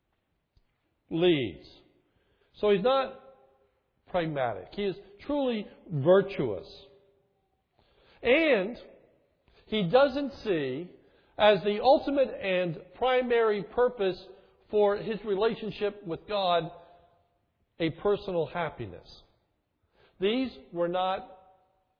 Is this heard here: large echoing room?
yes